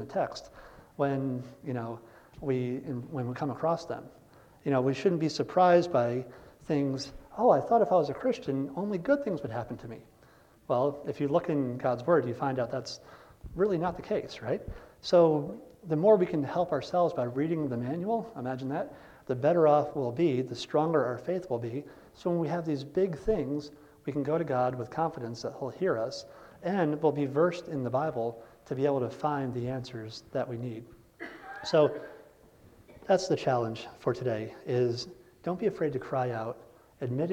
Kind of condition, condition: setting, large echoing room